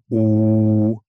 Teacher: Zum Beispiel beim U liegen die ersten beiden Formanten recht nah beieinander, also die ersten beiden Obertöne. Ähm, bei mir sind das vermutlich etwa 300 und 800 Hertz, die dann dieses U erzeugen.